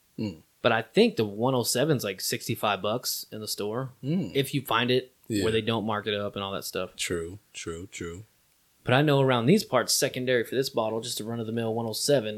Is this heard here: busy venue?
no